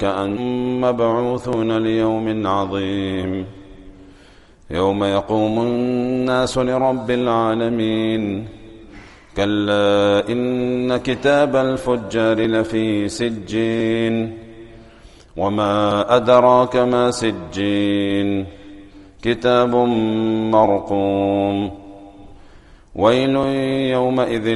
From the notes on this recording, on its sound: Recorded at greensidemasjid.